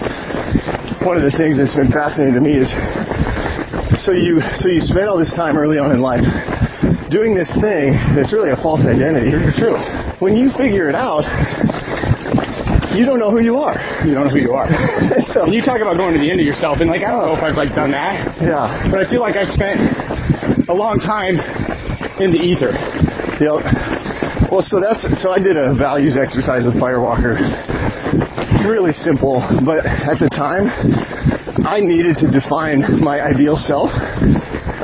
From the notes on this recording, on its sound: This episode was recorded during a half marathon.